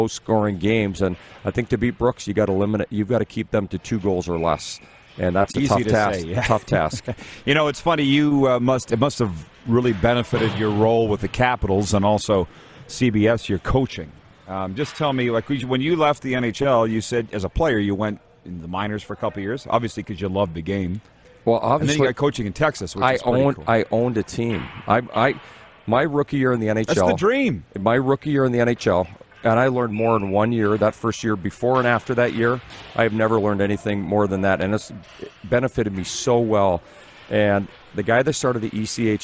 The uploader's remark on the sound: We are LIVE from the city of Estevan, Saskatchewan for the 2022 CJHL Centennial Cup Junior Hockey Championship. Including some LEGENDS joining us on video chat!